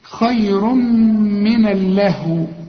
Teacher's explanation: هنا تنوين وبعد ميم، وانت عرفت خلاص ان التنوين اللي بعده ميم ادغام بغنة